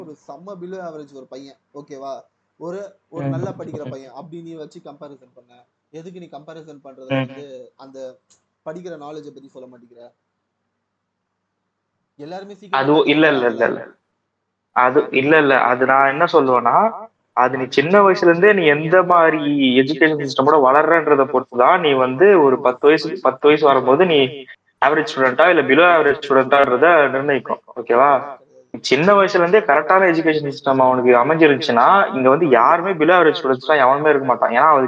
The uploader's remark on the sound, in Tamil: Audio quality konjam mosama than eruku sorry nanbergalee.